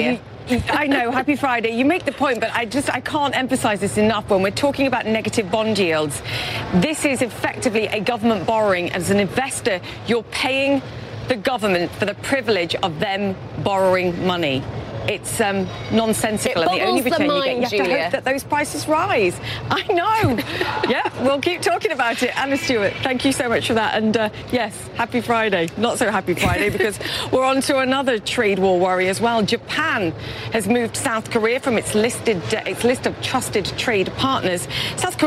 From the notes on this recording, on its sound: live from the New York Stock Exchange